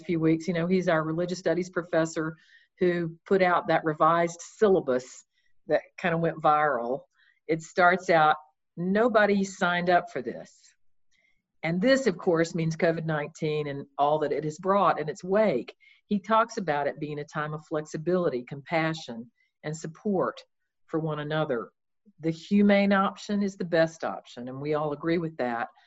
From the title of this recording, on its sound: Zoom Talks Series